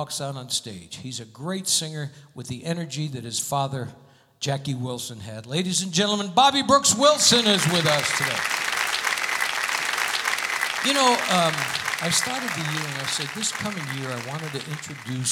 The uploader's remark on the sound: Live at the SouthPoint Casino.